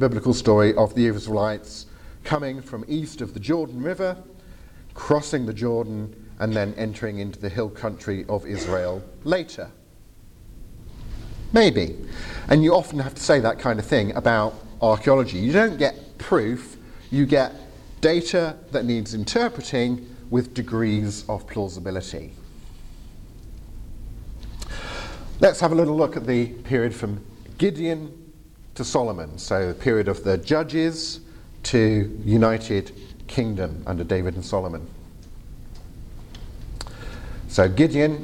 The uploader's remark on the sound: Lightly edited audio from my presentation. At the 2023 European Leadership Forum in Poland.